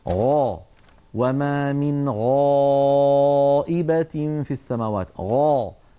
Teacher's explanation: وهي أيضا حرف رخو، يعني قابل للمط، فصوتها قابل للتطويل، فلذلك ليست هي من حروف أجد قط بكت الحروف الشديدة، وليست من حروف لن عمر الحروف بين الرخوة والشديدة. الغين حرف مستعل، عندما ننطقه ينضغط صوته إلى قبة الحنك فيعود الصوت وله رنين، هذا الرنين يسميه علماؤنا التفخيم